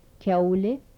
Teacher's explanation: Velar stops with palatalization.